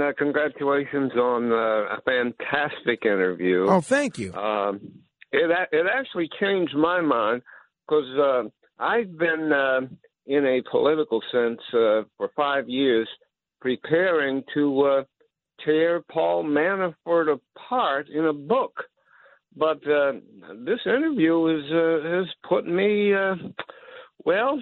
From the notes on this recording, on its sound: We open up the phones to minimalists and minimalists alike.